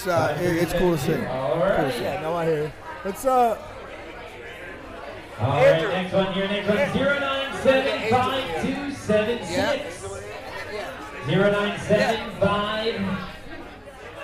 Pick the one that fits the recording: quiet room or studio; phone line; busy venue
busy venue